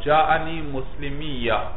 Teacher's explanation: ساتھ آتا ہے اور مسلمیہ میں واو موجود ہے واو موجود وہ واو تو یا سے بدل کر یا میں اس کا ادغام ہو چکا